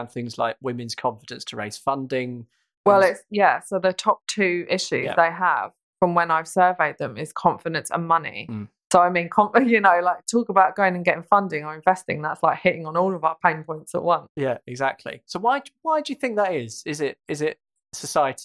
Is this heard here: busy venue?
no